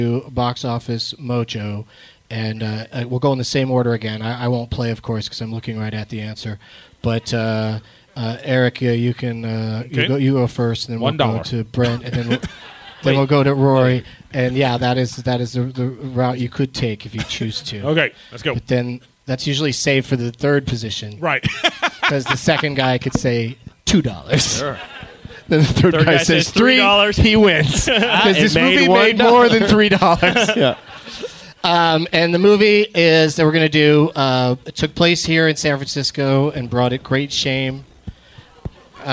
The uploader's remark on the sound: Live at the Punch Line in San Francisco